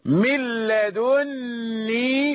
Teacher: بتشديد النون وضم الدال